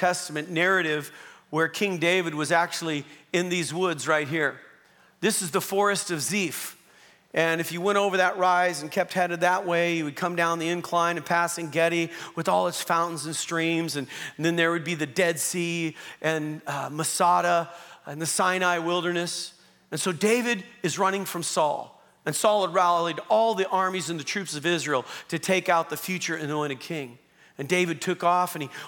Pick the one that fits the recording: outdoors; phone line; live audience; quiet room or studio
live audience